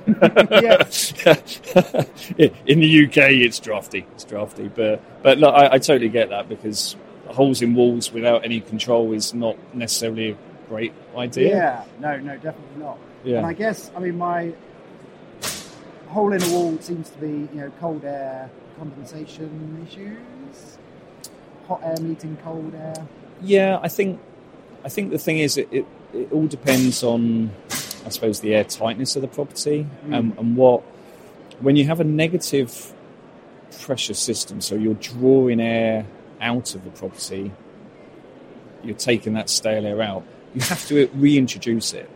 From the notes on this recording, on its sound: Two conversations recorded at Futurebuild 2022.